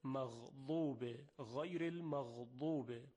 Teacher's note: در موقع تلفظ حرف غین تارهای صوتی به ارتعاش در میاد